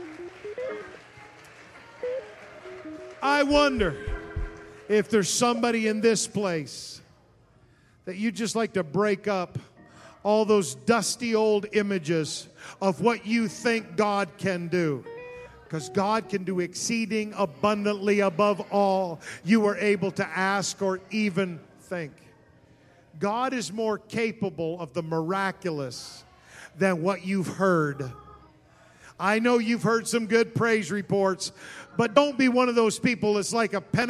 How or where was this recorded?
large echoing room